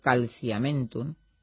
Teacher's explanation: la e en iato también se cierra en i